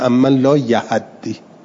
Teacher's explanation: ادغمو اتا افدال بینه یهتدی، این ت قلبه به دال و تو دال ادغام میشه. ادغمو اتا افدال لمقاربت ها له، چو ت و دال با هم قریبه به همند.